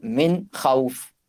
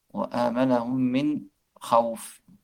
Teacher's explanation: Dans la science du tajwid, al-idhar consiste à sortir chaque lettre de son makhraj sans avoir recours à la nasalisation. Il s'agit de la prononciation claire de la lettre sans nasalisation.